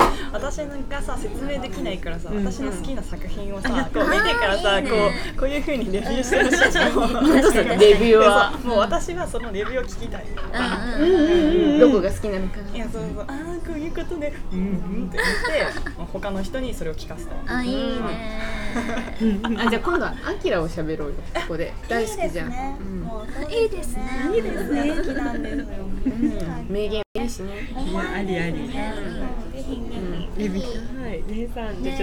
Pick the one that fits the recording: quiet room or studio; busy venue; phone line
busy venue